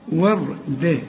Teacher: وردة و ولا و؟ الأول و، والراء ما دام ساكنه وقبلها مفتوح فبنفخمها